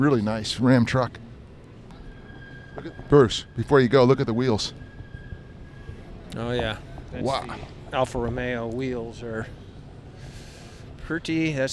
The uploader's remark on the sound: Live from the LA Auto Show